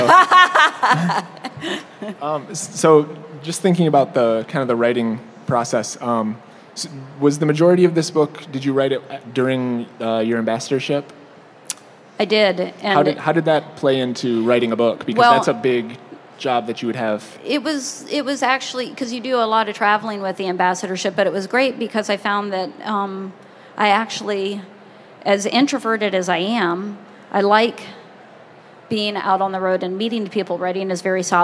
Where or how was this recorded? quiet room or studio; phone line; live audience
live audience